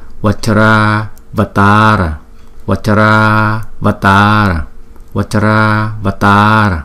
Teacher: Còn chữ này đứng riêng một mình thì chúng ta đọc là Avatara, Avatara, Avatara. Nhưng mà khi mà chúng ta ghép hai chữ này lại, chúng ta phải thấy hai chữ A nó liên tiếp với nhau, chúng ta ghép lại thành một chữ A dài.